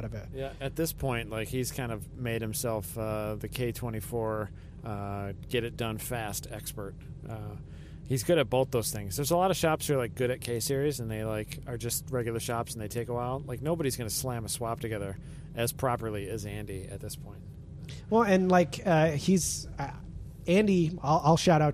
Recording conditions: inside a vehicle